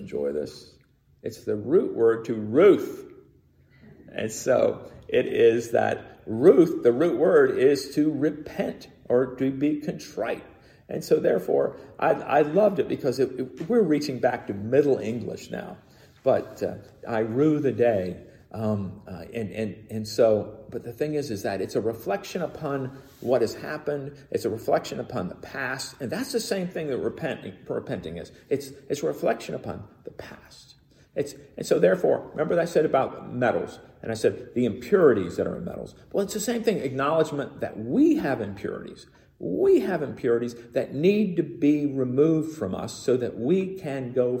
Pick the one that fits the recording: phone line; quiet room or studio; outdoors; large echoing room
large echoing room